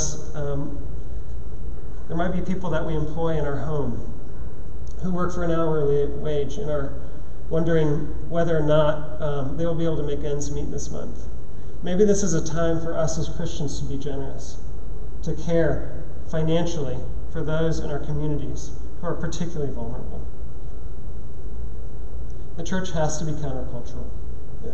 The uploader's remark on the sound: at Trinity Church, Puerto Rico